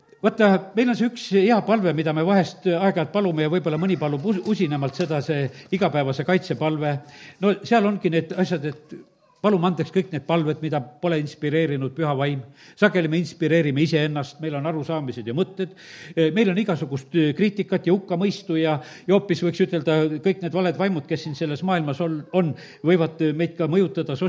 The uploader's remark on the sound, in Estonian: Audio salvestus koosolekult